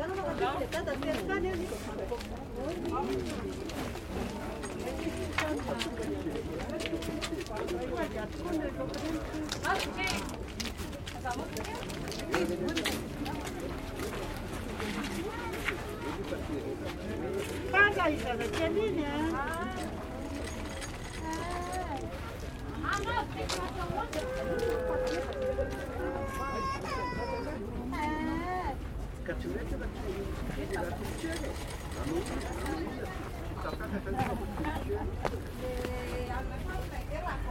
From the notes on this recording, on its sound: Calm day at the market in Antananarivo. Recorded with Sony PCM D100.